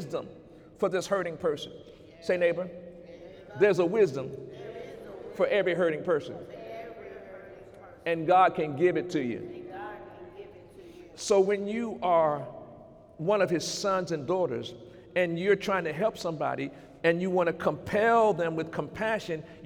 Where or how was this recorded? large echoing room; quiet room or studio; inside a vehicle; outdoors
large echoing room